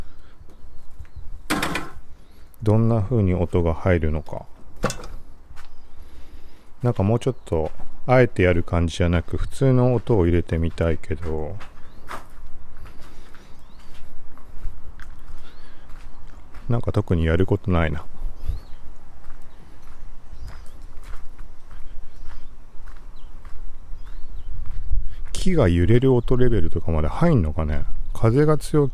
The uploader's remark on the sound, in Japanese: TASCAM DR-07X録音テスト。外。TASCAM DR-07X使って外で喋りながら録音テスト。TASCAM DR-07X ・iPhone 11 Pro ボイスメモ録音 ・入力レベル75(MAX90) リミッター ・エフェクト/低域カットなし ・単一指向性 X-Yモード ・風防あり ・20cmくらいの距離 ・ミニ三脚手持ち。